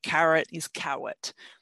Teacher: And then the R sound, as we talked about earlier, the R might not be developed yet either. So the R might go to a W, you know, carrot is cowet, that kind of thing.